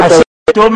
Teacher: الباء قلقلة أما الميم ساكن لا تقلقلة